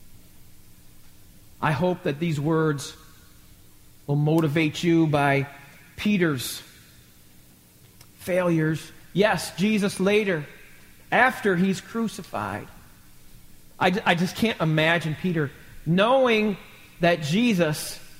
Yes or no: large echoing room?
yes